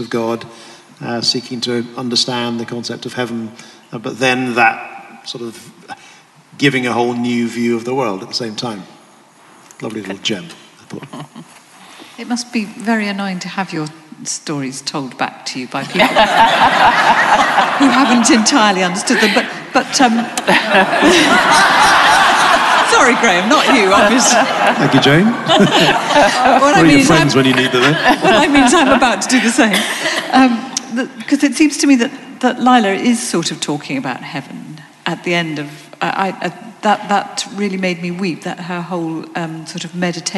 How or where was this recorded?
live audience